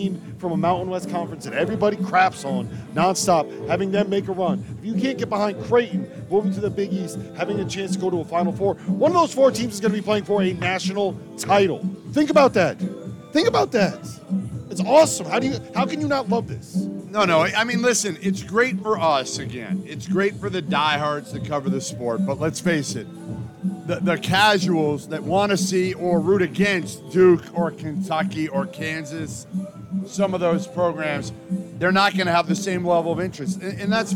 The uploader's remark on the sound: Live from Stadium Swim in Las Vegas.